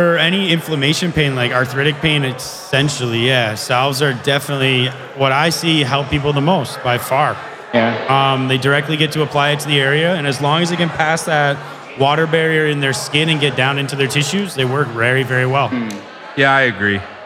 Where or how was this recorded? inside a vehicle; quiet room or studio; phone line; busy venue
busy venue